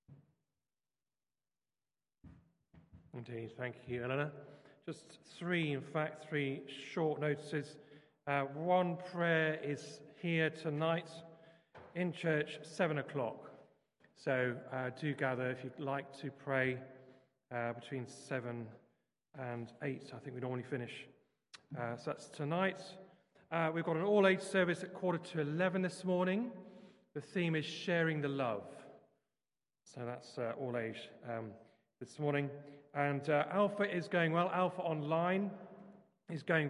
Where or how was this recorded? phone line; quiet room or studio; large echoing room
large echoing room